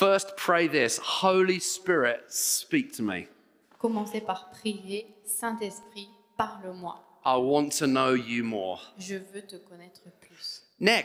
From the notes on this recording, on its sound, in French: Enregistré à l'église CVV, le 03/04/2022